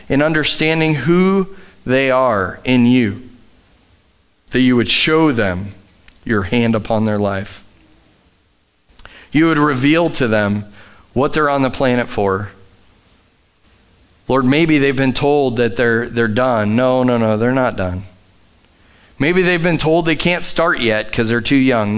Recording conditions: large echoing room